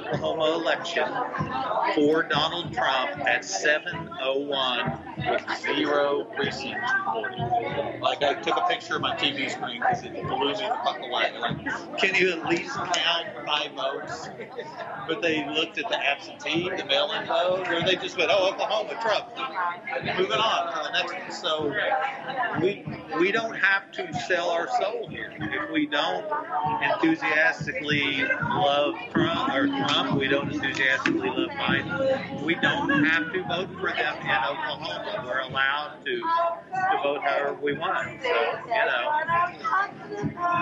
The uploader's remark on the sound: Live at Tink's Spot Dispensary. It's a little noisy in there.